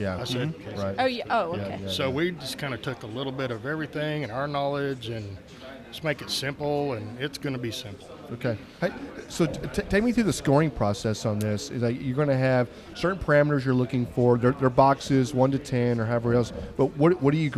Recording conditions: busy venue